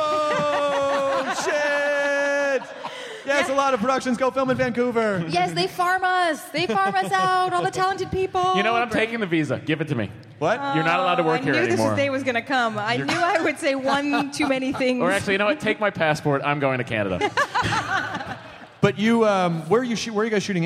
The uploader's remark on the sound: Live at The Balboa Theater at SDCC 2014! They take quemments from the audience!